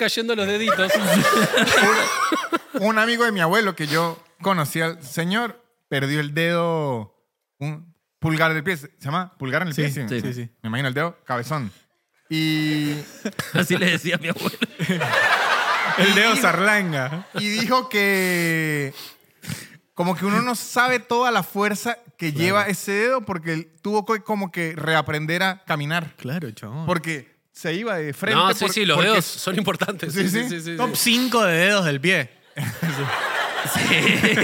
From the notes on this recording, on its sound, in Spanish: Estamos EN VIVO en el TEATRO CHACAREREAN